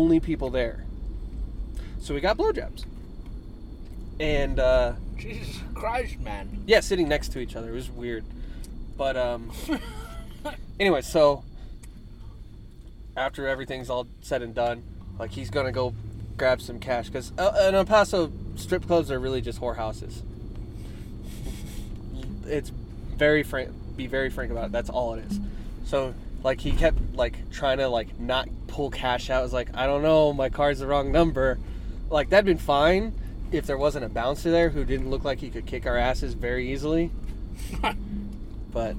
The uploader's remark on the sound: We're in a Truck. This week we decided to try and drive and record at the same time. We receive phone calls and lose track of what were talking about.